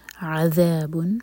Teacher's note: عذاب، عین حلق سے ذال کے لیے زبان اوپر والے دانتوں کو ٹچ کرے گی، ٹپ باہر ہوگی. عذاب، با پر جو تنوین ہے وہ بتا رہی ہے کہ ہمیں یہاں پر اظہار کرنا ہے.